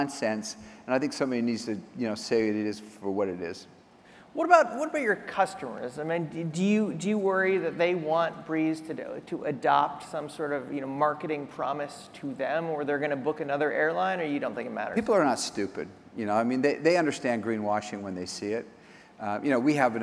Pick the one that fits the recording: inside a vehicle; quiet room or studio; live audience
live audience